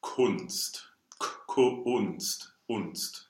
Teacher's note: the open U in German is much more round than in American · IPA: ʊ